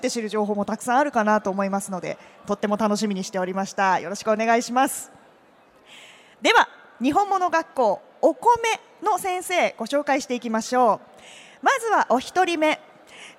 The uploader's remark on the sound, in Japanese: CRAFT SAKE WEEK 2023 at ROPPONGI HILLSにて公開収録。